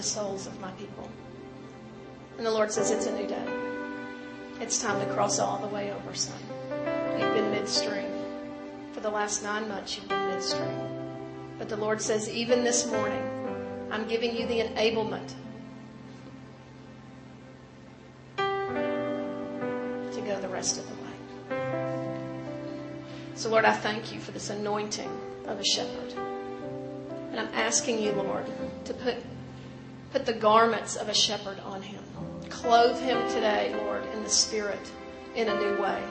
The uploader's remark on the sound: In this last session of The FOCUS Conference